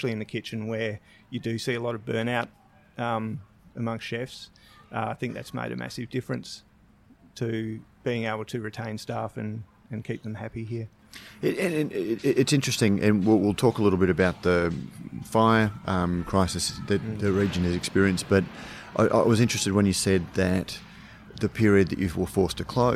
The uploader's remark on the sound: We have our last conversation recorded during our swing through the High Country Brewery Trail with a visit to Bright Brewery. We visited the High Country Breweries in late January after the fires.